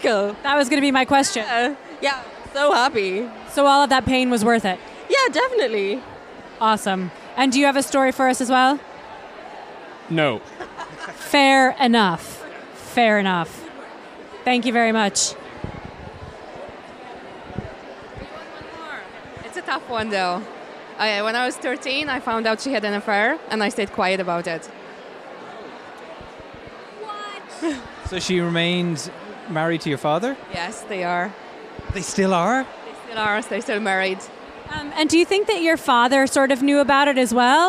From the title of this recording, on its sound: Live at Yer Only mBan